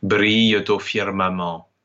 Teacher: the ENT at the end of brille is the schwa, and the ENT at the end of firmament is actually the nasal A.